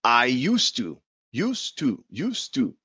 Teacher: I used to ride my bike to school. Listen, when I pronounce, use and to are linked.